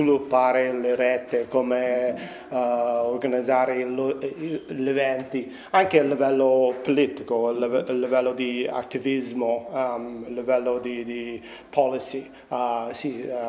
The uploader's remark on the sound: It features interviews recorded in Turin during the event, capturing participants and organisers’ excitement, and the energy at the event. Fixfest Italia took place within the Turin Mini Maker Faire.